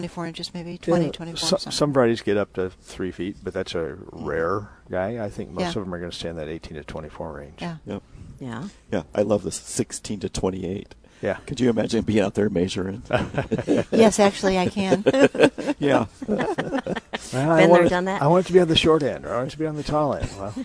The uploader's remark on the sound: Plant Experts Live at Prairie Gardens.